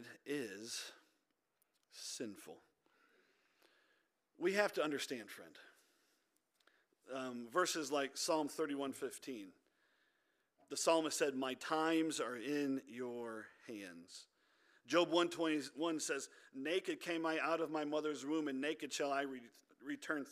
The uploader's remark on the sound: This audio is from our Wednesday Night Service.